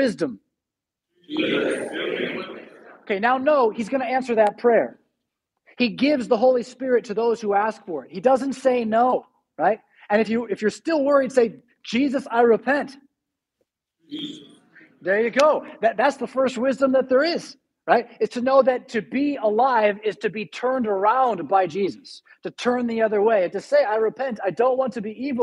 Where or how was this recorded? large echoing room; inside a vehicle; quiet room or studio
large echoing room